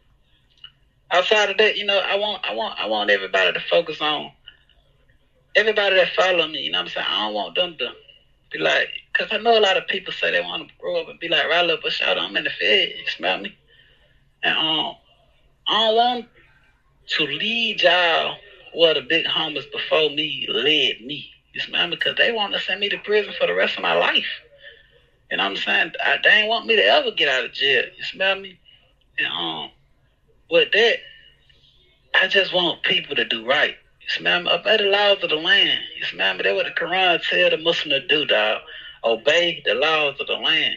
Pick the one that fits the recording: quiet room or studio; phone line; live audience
phone line